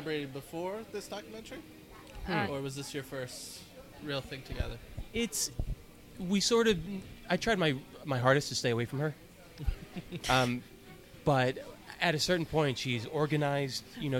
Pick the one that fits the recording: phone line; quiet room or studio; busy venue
busy venue